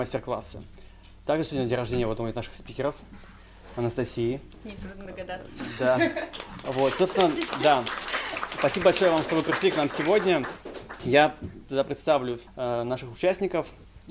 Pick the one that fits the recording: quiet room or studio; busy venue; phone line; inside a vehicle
busy venue